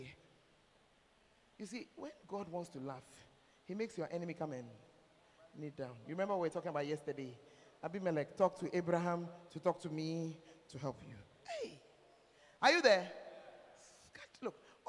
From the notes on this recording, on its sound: Preached At The 12 Foundations Of The Bacenta Camp